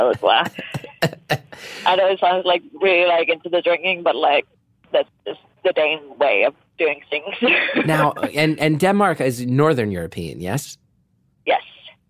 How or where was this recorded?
phone line